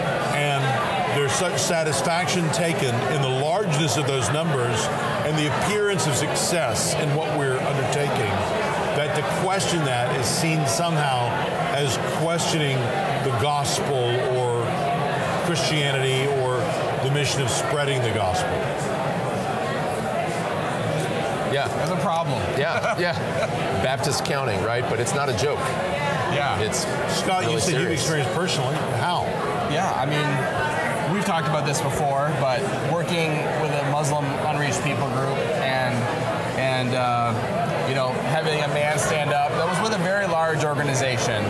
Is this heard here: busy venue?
yes